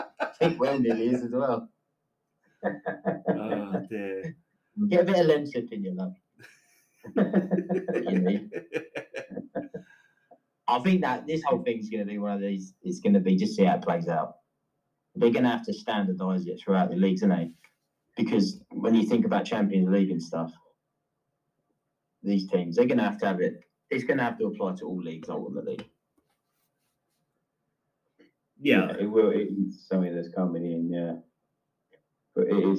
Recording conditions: poor sound quality